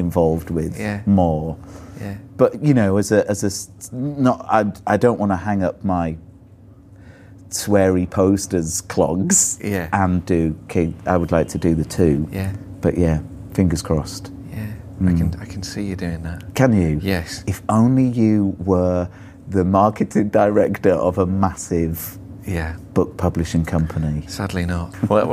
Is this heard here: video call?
no